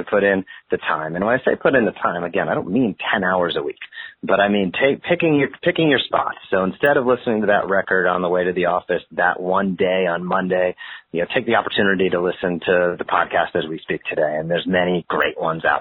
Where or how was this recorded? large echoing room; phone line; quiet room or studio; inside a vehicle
phone line